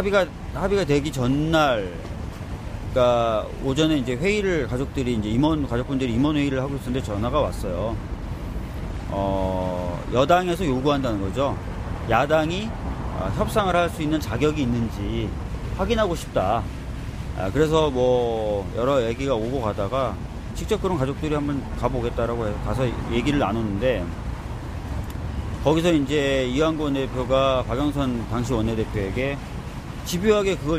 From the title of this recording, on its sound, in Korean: 광화문 농성장에서 듣다